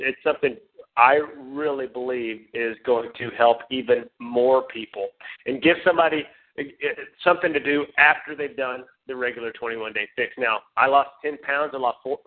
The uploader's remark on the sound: Team Elite Conference Call.